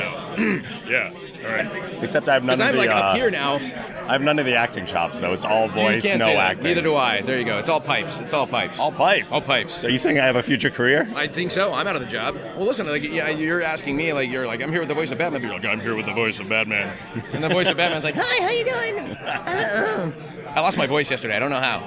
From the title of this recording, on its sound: SDCC 2015 Interviews